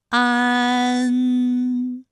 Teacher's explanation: 使在口腔受到阻碍的气流从鼻腔里透出，口型由开到合，舌位移动比较大 · Term: 前鼻韵母